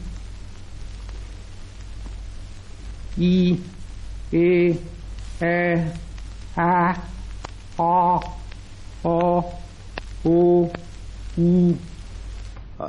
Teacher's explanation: They are said here approximately on the note F natural of new philharmonic pitch. · Term: primary cardinal points